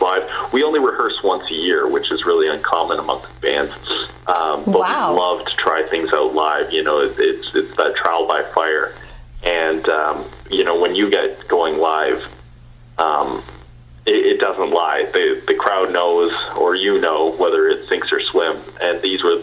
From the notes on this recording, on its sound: Guest via phone is bandleader and drummer.